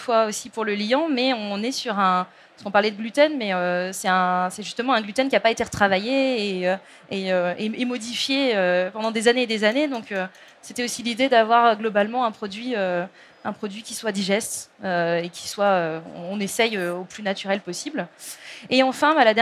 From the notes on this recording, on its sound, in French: Sur la Scène Talks Omnivore Food Festival Paris 2021.